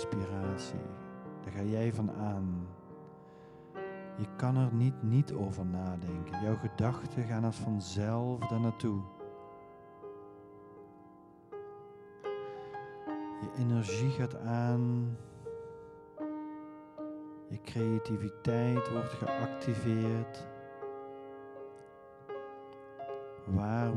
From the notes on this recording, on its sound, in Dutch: Tijdens het Reversed Leadership Seminar gegeven 7 SENSES meditatie met Live Kundalini Piano. Opgenomen in de Mariakapel van Conscious Academy op Landgoed Coudewater in Rosmalen.